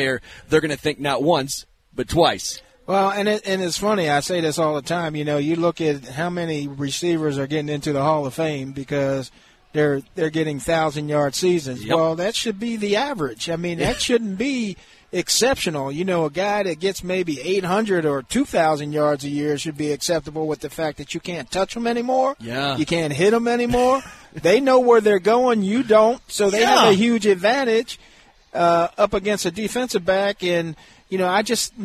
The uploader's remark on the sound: LIVE from Hollywood Casino!